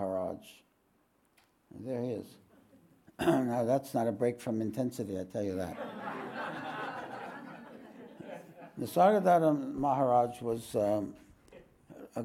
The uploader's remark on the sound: This podcast was recorded live at The Ashram in Mount Eliza.